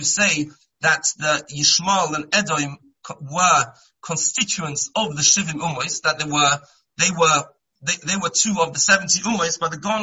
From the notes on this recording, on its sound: Shiur given on Monday Chol Hamoed over Zoom.